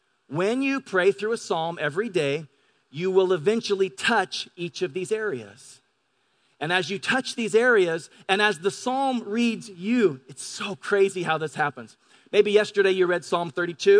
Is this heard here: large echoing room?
yes